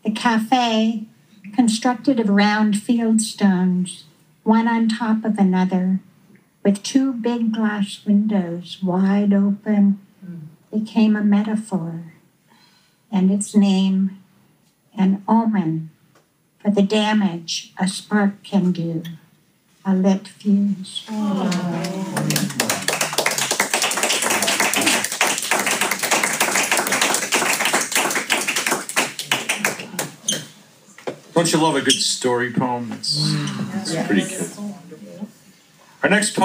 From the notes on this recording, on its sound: In this episode we feature a terrific live recording of the opening reading for the release of the Florence Poets Society's Silkworm journal, issue 16, Wide Open. A bit cinéma vérité sonically, but we think that's great!